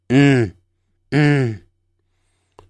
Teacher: 发这个音的时候双唇微张，嘴巴要张开的，舌尖上扬，轻轻抵住上齿龈，震动声带，气息由鼻腔出来 · Term: 浊辅音